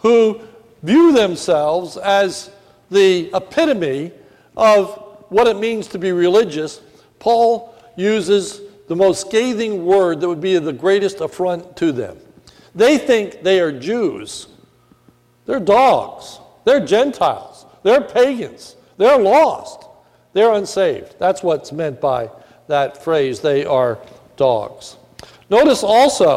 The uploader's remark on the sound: This is a sermon recorded at the Lebanon Bible Fellowship Church in Lebanon, PA. During the morning service. It was a Communion Service.